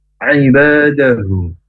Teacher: Huruf ain dari tenggorokan yang tengah dan saya menjadi alif atau a ya, kemudian nga, tapi ba panjang dua harokat, huruf ba kerja dari kedua bibir ditekan yang kuat supaya tidak keluar nafas.